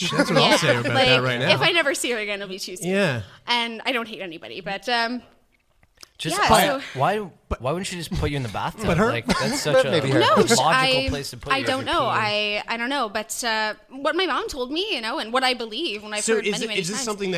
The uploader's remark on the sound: Live From Neptune Theatre. In front of a live studio audience!